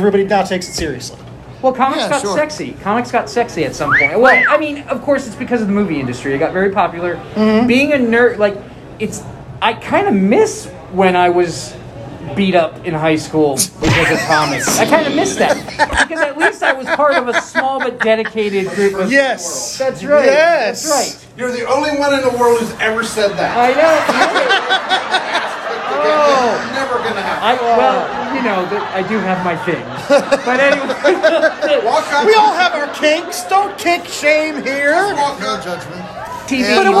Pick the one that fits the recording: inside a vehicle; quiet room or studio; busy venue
busy venue